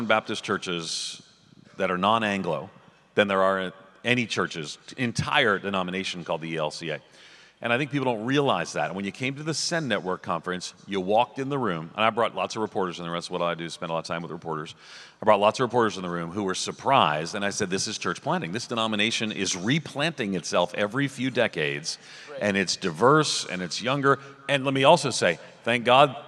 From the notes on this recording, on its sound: at the Send Network breakfast at the SBC annual meeting this week